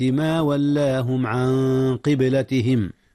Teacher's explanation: أخفي النون قبل القاف، والقاف من حروف الإخفاء. قبلتهم، قلقلة الباء في قبلة حيث جاءت ساكنة، عن قبلتهم التي كانوا عليها.